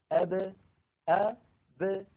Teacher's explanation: يعني قلنا بأن العرب بدل أن يقولوا أب إذا سكنت الباء يقولون أب أ ب، فيخرجون الباء بالتباعد بين الشفتين لا بالتصادم بينهما · Term: القلقلة